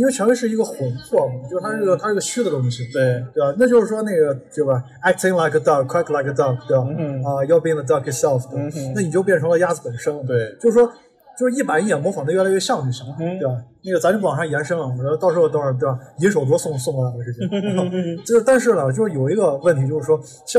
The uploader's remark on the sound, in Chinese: 我们在西安的一家烤肉坊吃饭时候录制的夜谈节目，完全没有任何事先的准备，几乎就是全程freestyle。